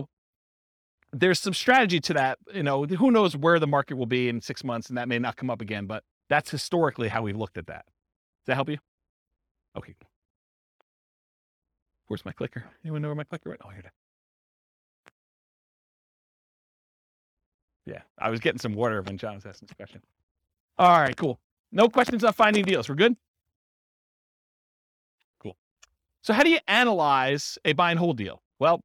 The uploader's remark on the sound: This was a live class recorded